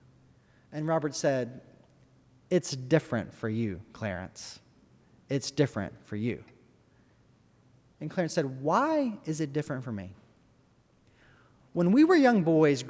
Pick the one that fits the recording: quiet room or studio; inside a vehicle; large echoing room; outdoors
large echoing room